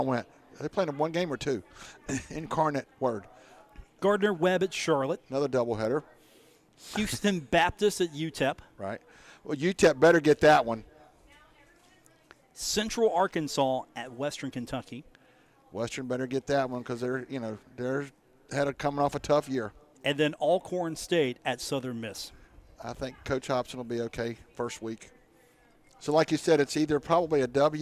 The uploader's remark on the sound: from The Union Pub and Grill in Huntington, West Virginia.